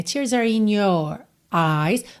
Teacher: E repara que ela não enrola muito R, né?